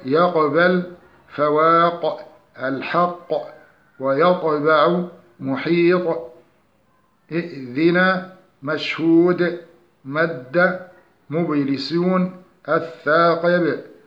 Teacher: ومن خلال المتابعة للأمثلة السابقة نجد أن القلقلة فيها جاءت في وسط الكلمة وفي آخرها، غير أن آخرها جاءت مع الساكن والمشدد في جميع حروف القلقلة إلا الطاء، فليس في القرآن طاء مشددة في آخر الكلمة. ومن خلال قراءتنا للأمثلة وجدنا القلقلة في وسط الكلمة خفيفة وفي آخرها قوية